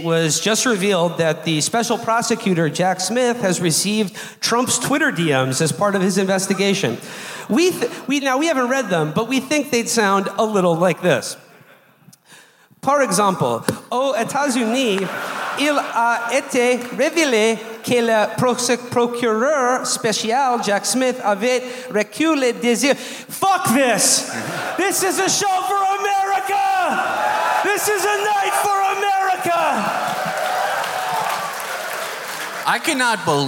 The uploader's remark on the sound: Live From Toronto. Our live show from Toronto.